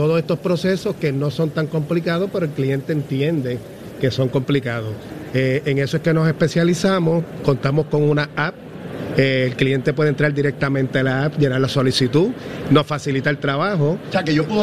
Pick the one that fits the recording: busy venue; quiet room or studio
busy venue